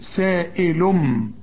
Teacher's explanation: التنوين اللي بعده به يجي اقلاب تقلب التنوين الى ميم سائلم